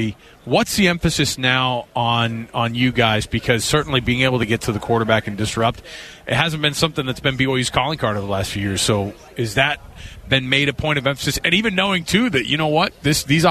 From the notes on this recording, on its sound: live from Big 12 media days.